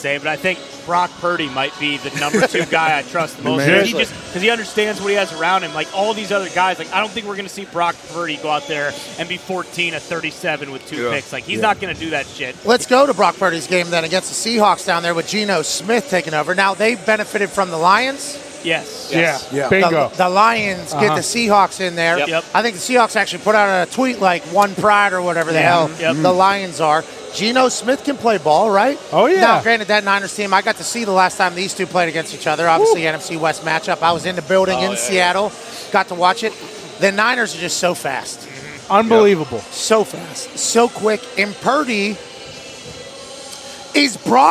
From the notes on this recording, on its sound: They are also LIVE from SoFi Stadium ahead of tonight’s National Championship MegaCast on ESPN2.